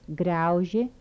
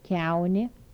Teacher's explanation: Velar stops with palatalization.